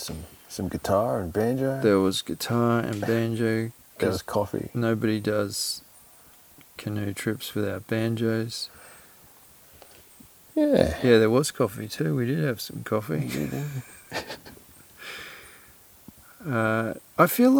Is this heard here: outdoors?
yes